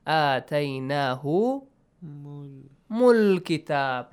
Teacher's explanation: Lam is sakin, you join mim to lam. Hamzatul Wasl is skipped here.